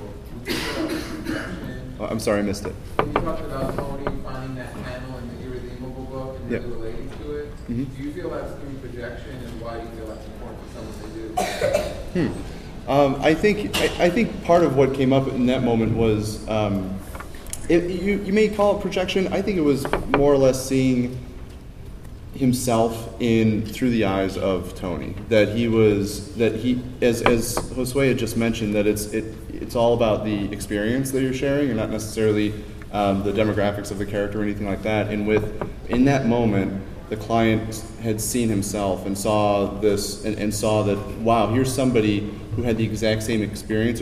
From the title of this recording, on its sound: Geek Therapy at SDCC 2013